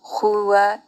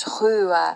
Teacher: Portanto, um u mais aberto. · Shown in: second take